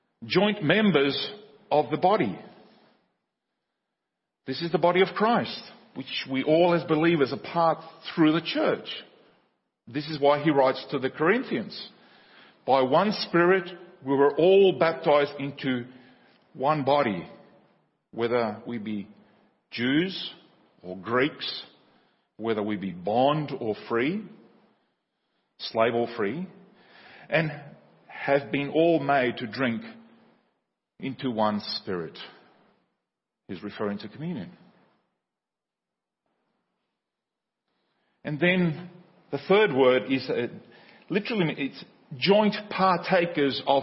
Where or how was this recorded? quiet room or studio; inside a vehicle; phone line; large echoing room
large echoing room